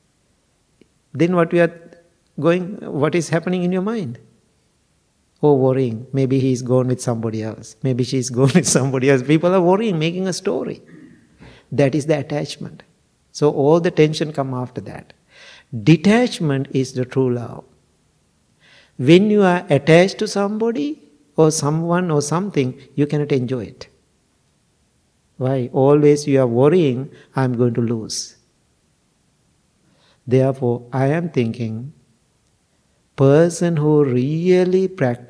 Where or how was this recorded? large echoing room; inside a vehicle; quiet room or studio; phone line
large echoing room